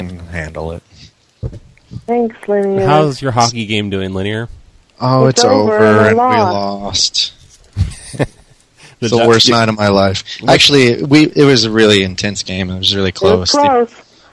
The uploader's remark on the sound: Prank Phone Calls